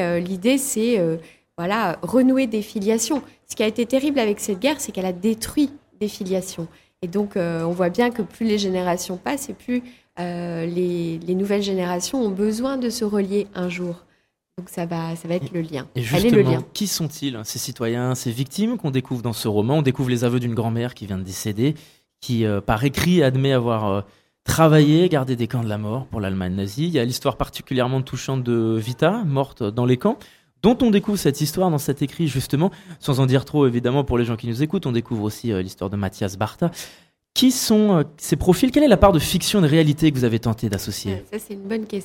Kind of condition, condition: setting, busy venue